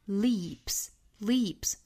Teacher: 那加了复数这个 s 读成清辅音的 s,不要读成了 z